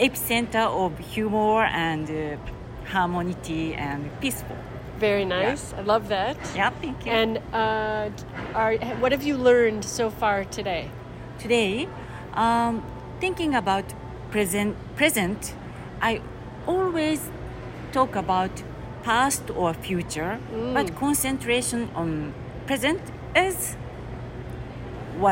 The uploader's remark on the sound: 2023 AATH Conference. First hand interviews, sounds from the actual conference.